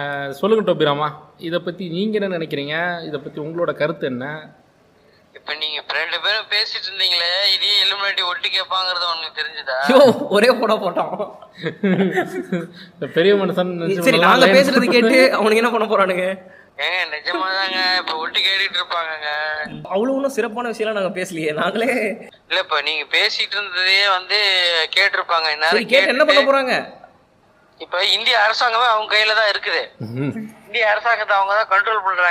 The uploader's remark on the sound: In a phone call.